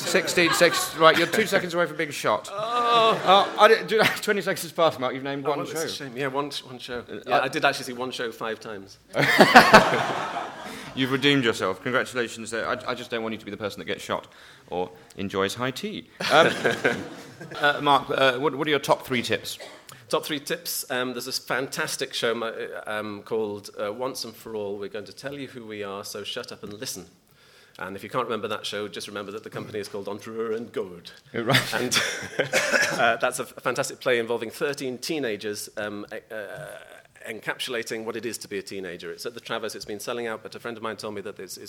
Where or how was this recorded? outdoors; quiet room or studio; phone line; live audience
live audience